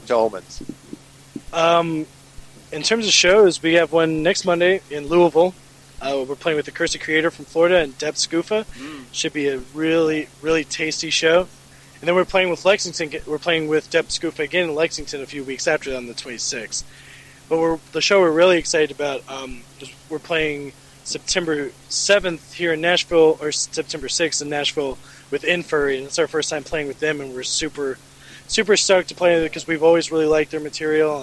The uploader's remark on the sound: interview recorded at the 2018 Shred Fest in Murfreesboro TN!